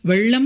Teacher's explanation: அந்த நாக்கு பாருங்க லேசா அந்த நடு அன்னத்தின் இடம் அப்படி மடிந்து வரும்